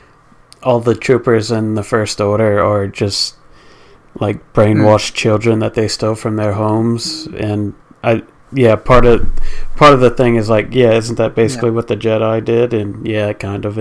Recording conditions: distortion